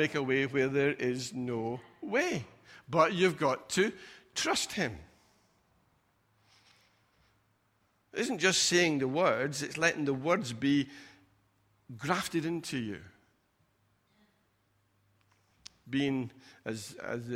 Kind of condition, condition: setting, large echoing room